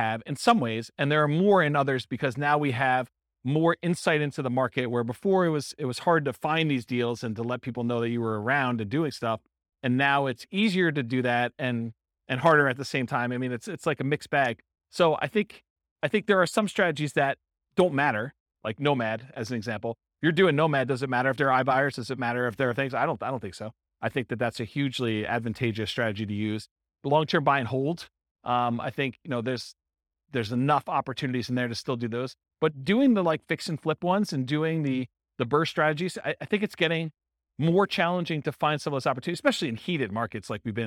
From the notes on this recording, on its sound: This was a live class recorded